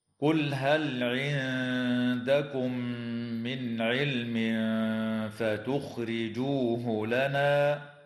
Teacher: وتخفى النون الساكنة عند الدال مع الغنة مرققة في كلمة عندكم